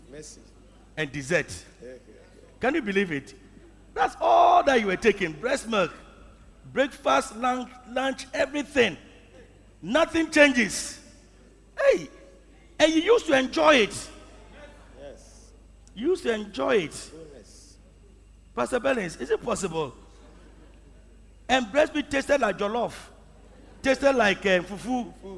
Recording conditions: large echoing room